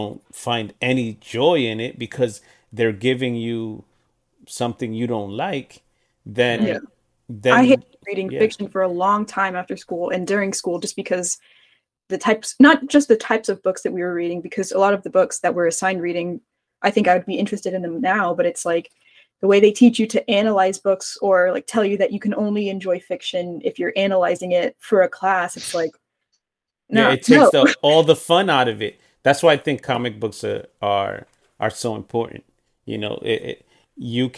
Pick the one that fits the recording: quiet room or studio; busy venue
quiet room or studio